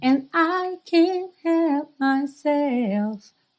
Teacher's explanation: você não está ouvindo esse D, esse T ali bem marcadinho, ok? Eles só fecham mesmo.